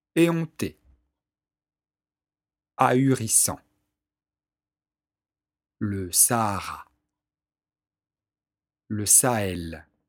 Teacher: Situé entre deux voyelles, le H permet de faire un hiatus.